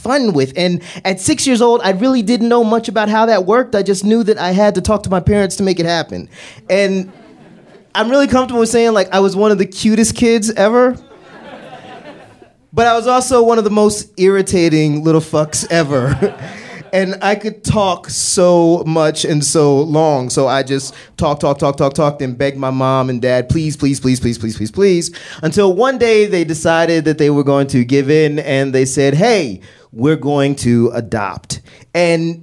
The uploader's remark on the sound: Live from MaxFunCon! At Lake Arrowhead for our parent network's weekend-long fanjets, MaxFunCon!